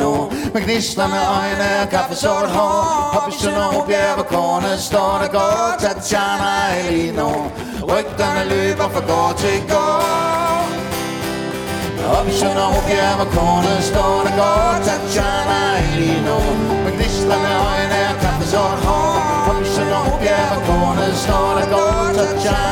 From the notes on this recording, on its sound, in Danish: Live fra Maskinhallen i Frederikshavn